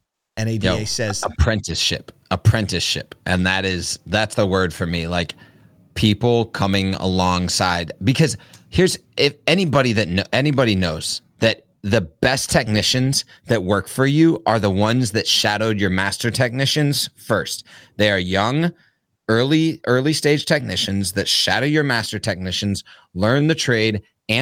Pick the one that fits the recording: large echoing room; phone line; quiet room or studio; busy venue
quiet room or studio